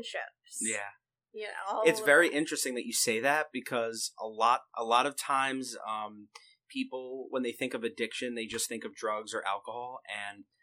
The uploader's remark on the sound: Attempting to remaster the first episode. We were using different equipment back then, so obviously the sound will be different.